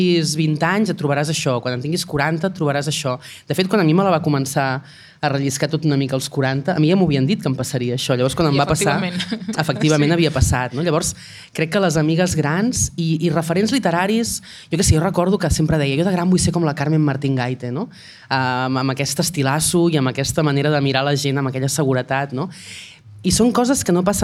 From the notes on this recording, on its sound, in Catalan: En un capítol en directe des de l’Antiga Fàbrica Damm en el marc de la jornada de pòdcasts contra la pressió estètica que va organitzar Radio Primavera Sound amb el Departament d’Igualtat i Feminismes.